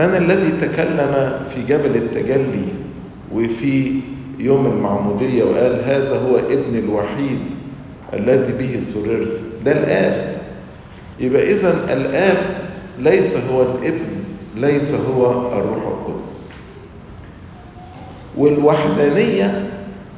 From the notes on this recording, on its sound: Lecture - Nashville Family Convention - Nashville, TN